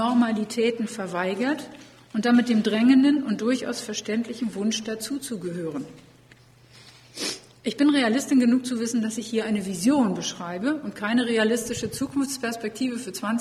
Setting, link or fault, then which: setting, live audience